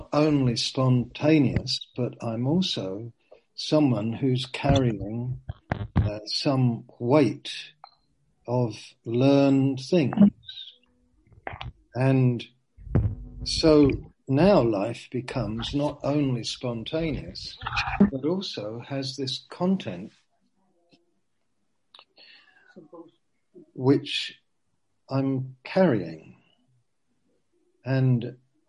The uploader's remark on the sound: Q & A (Zoom). Teign Valley Sessions.